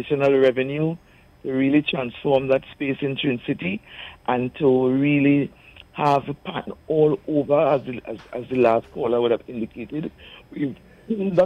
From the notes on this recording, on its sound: During this hour we take calls from our audience